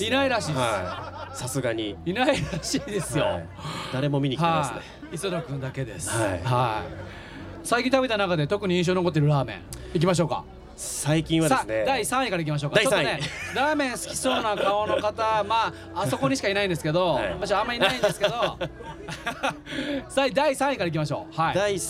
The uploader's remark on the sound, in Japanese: 横浜赤レンガ倉庫で行われた。GREENROOM FESTIVAL’23での公開収録の模様をお届け！